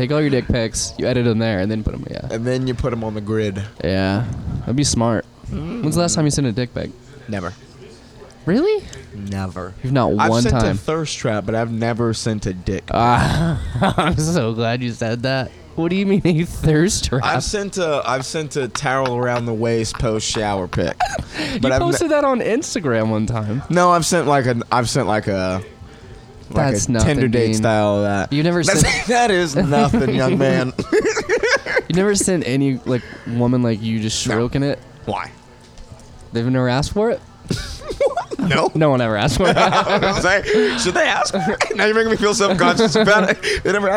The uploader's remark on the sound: Recorded at the world famous Shantytown Pub before the open mic Mondays.